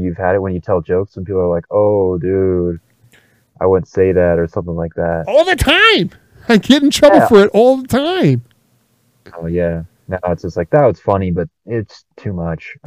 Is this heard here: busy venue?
no